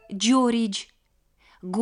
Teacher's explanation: Аффрикаты образуются из двух букв, но произносится как единый звук. Аффриката «дж» объединяет звуки «д» и «з».